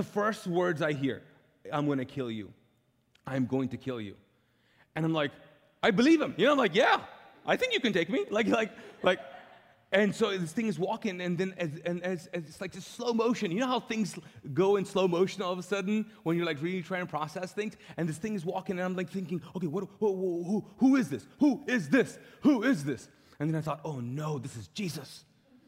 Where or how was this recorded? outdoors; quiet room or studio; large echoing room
large echoing room